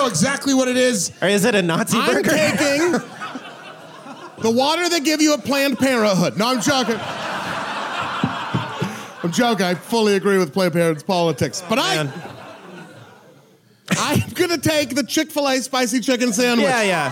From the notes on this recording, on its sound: LIVE FROM PORTLAND, Y'ALL! This episode was recorded live at the Doug Fir in Portland, Oregon.